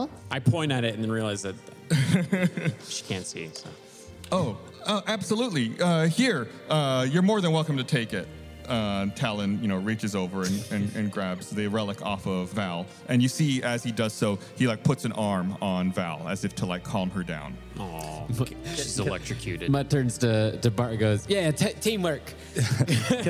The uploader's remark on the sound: filmed LIVE at RTX 2022